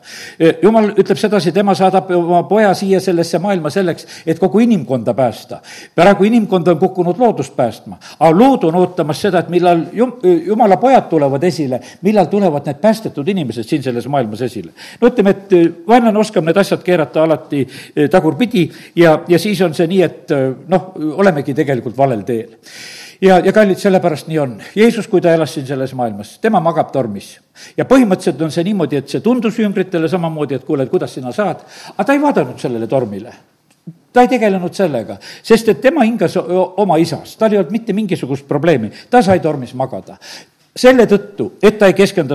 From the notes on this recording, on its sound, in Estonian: Audio salvestus koosolekult